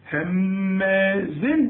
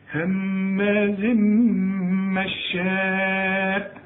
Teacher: هماز تنوين وبعده ميم ادغام كامل بغنة، هماز مشاء، لازم تمد اربع حركات لان المد ده في والهمزه في كلمه واحده، وهكذا في عموم القران تلاقي مد وبعده همز تمد.